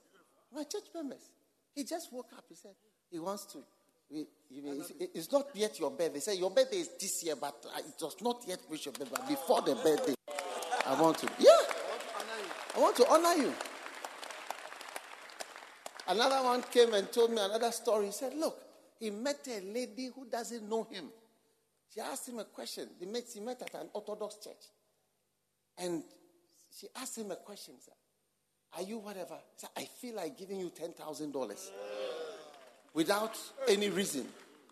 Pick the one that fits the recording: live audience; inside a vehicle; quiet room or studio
live audience